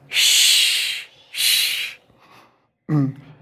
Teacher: this is made by making an S-type gesture, but a little further back, so that something like the area between 3 and 4 is where the blade of the tongue goes.